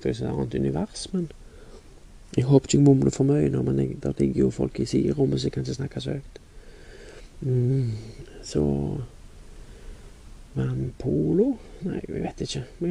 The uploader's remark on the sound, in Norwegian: Beklager lyden e veldig lav, ny fil e lastet opp, men tar litt tid og oppdatere.